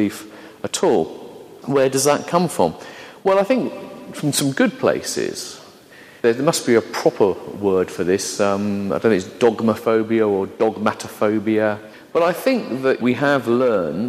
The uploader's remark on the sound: an edited version of a talk given to a Sea of Faith Network conference in London